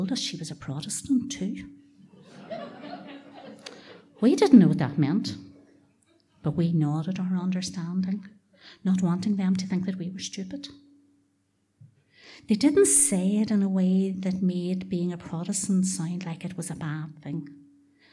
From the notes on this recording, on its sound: Three wonderful true stories told at the Black Box in Belfast. Tenx9 is a live storytelling event where nine people have up to ten minutes each to tell a true story from their own life on a particular theme.